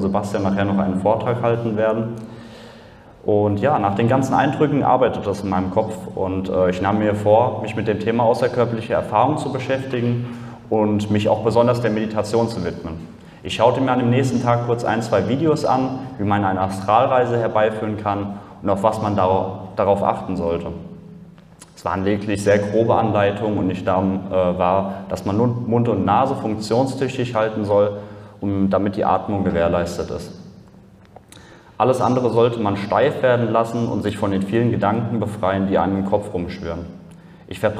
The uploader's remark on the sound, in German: Aufzeichnung des Vortrags auf der ALIEN.DE Konferenz. In Frankfurt am Main.